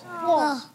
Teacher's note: जबान का सिरा और ऊपर के दांतों की जड़ से।